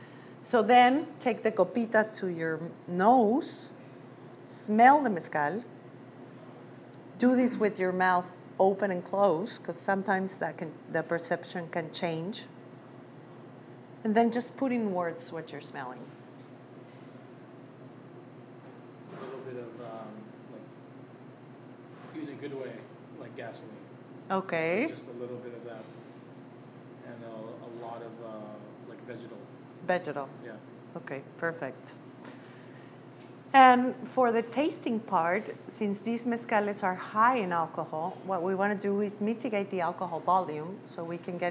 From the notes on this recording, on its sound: This episode is a recording of a presentation she did at The Lion Share in San Diego.